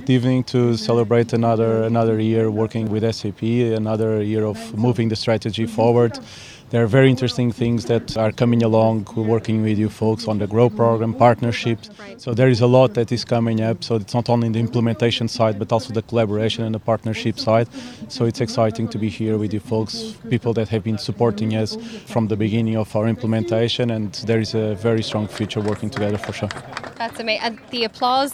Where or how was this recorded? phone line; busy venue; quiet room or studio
busy venue